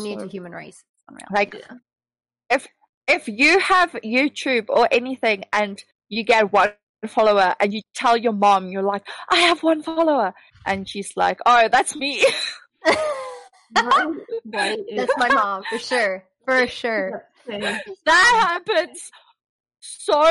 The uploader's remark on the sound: Due to higher bandwidth usages across the world, recording a Podcast that has always been international has become increasingly challenging. We try our best to maintain audio fidelity with the added connection issues we face.